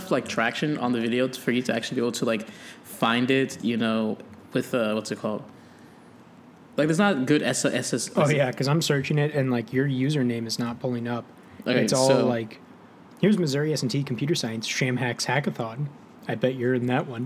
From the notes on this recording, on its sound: Two friends drink some coffee & tea, but it's outside this time!